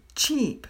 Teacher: With cheap, the entire tongue is on the top of the mouth and you drop it. But instead of saying the I, you say E.